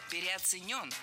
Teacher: Ударение в этом слове следует ставить на последний слог, в котором должна быть наша любимая «ё».